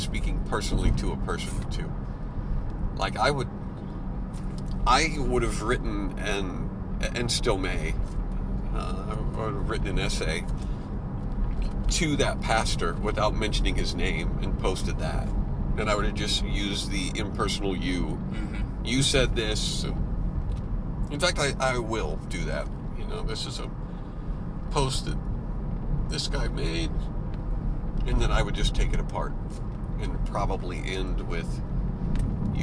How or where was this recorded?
inside a vehicle